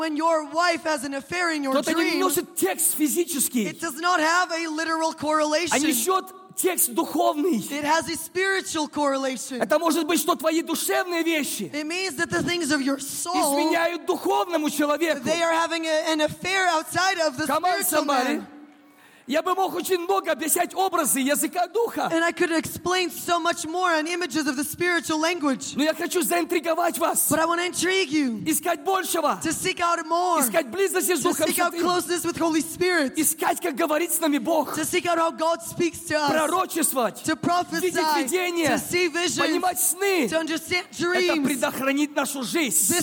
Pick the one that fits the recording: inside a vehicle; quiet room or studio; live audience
live audience